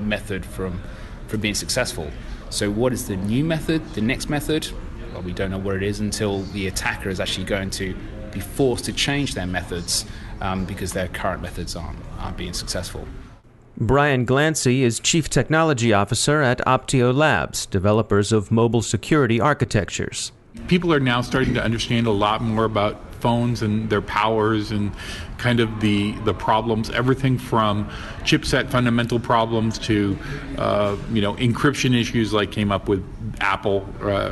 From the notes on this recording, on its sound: The 2016 Black Hat conference is underway in Las Vegas this week. Special report from the show floor.